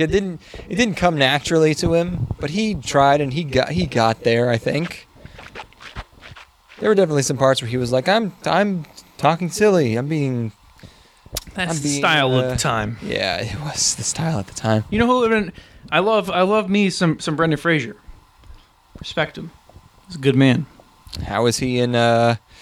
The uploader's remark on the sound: Special Camping Bonus. We recorded this in the woods.